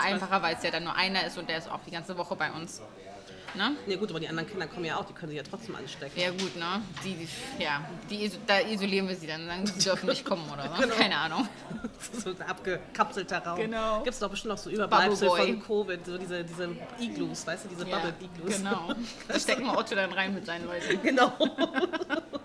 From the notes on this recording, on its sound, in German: Wir sitzen im Café und haben technische Schwierigkeiten galore.